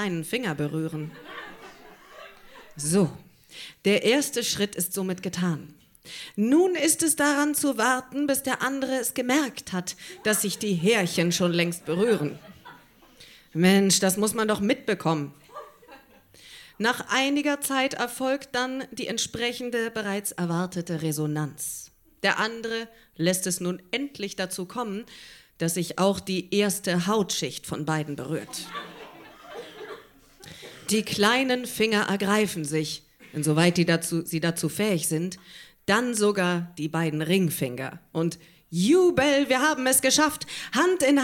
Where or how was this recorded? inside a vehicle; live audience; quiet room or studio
live audience